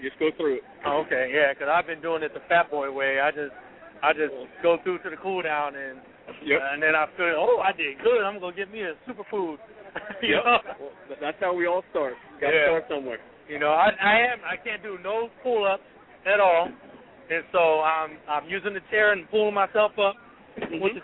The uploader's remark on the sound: Live from The Oakland Coliseum.